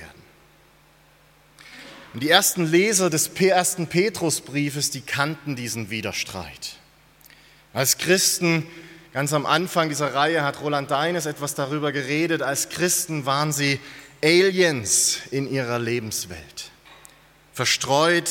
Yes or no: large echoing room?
yes